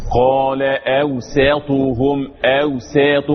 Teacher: أوساط الطاء مفخمة إنما السين مرققة